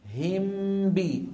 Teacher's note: الشفتان انطبقتا طبقة واحدة على ميم وعلى باء · Term: الإخفاء